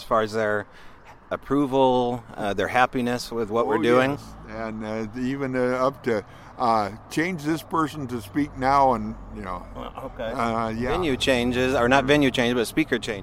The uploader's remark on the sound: sits down with the speakers and attendees of the 3rd International Primal People Conference in Enumclau, Washington